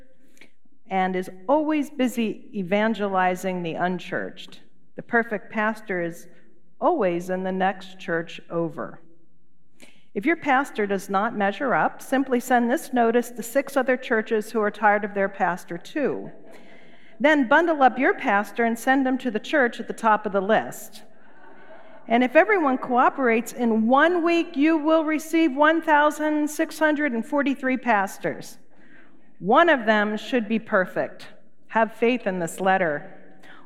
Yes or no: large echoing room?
yes